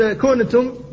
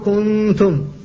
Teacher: فتكون النون المخفاة التي لم يبق منها إلا غنتها · Shown in: second take